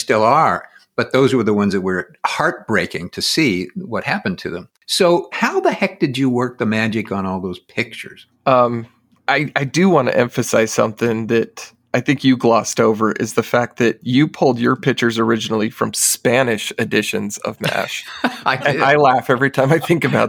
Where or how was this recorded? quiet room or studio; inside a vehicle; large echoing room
quiet room or studio